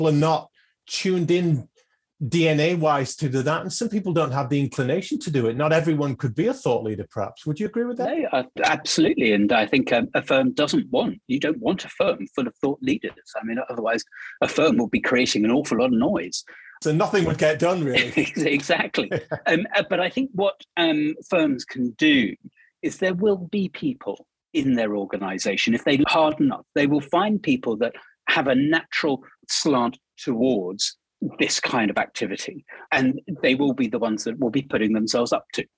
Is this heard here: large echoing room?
no